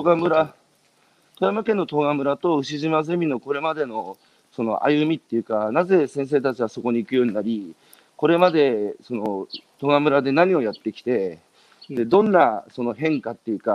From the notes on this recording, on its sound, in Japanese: 歩きながら1時間、対談する